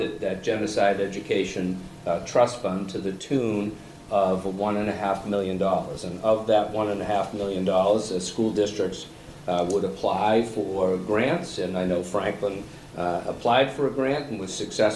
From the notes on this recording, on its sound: The meeting was conducted in a hybrid format: School Committee members, key guests, and the public were in person in the Lecture Hall at Franklin High School. Others participated virtually via the Zoom webinar set up.